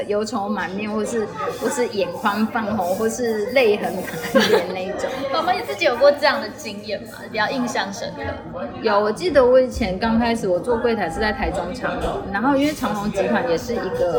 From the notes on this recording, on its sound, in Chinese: 本集錄音現場環境較為吵雜，但內容精彩難以割捨，因此已盡量作最大降噪的處理